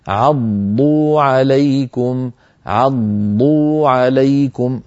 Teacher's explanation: الضاد مشددة ساكنة ومضمومة، فانتبه إلى بيانهما